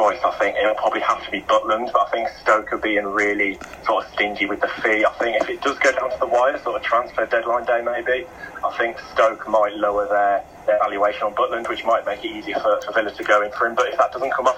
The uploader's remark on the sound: Invites Villa fans onto the football phone-in.